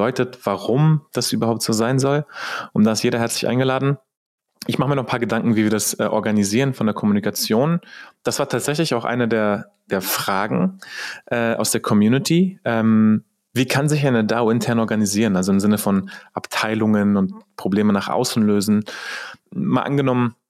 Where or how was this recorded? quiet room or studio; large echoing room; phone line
quiet room or studio